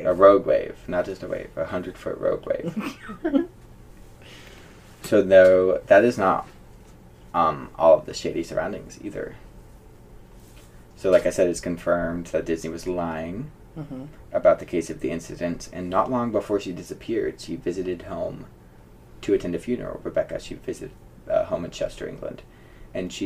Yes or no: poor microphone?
yes